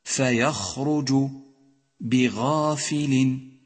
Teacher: تأمل حرف الخاء من كلمة فيخرج وحرف الغين من كلمة بغافل، كلها حروف تخرج من الحلق، ولكن هذين الحرفين يخرجان من أدنى الحلق كما مر معك، أي أقرب إلى الفم وأبعد عن الصدر.